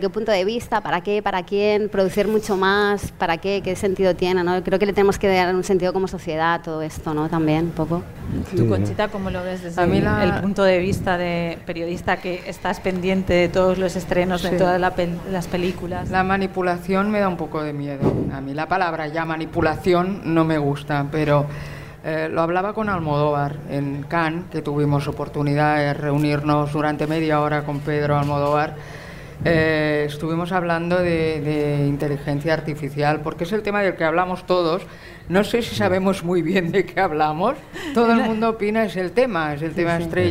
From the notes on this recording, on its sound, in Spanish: Grabado en directo desde la 56ª edición del Festival de Cine Fantástico Sitges. Desde la King Kong Area del Festival.